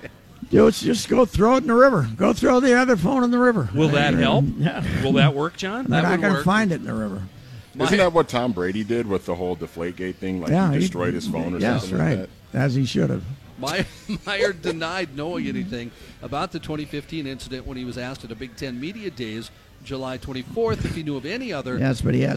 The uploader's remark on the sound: Day One at the Fair. Live from the first day of the State Fair.